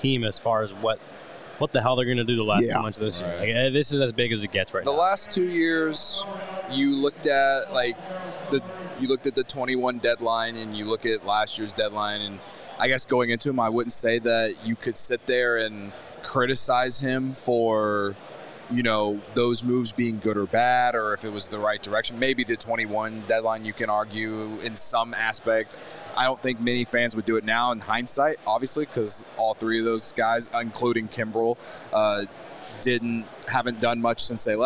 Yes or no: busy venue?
yes